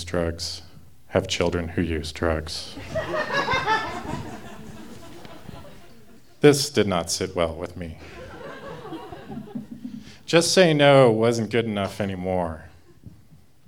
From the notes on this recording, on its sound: recorded live at Buntport Theater on October 15, 2014